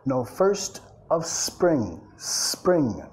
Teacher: Y no digas es spring, no metes un sonido extra vocálico ahí, empieza directamente con la S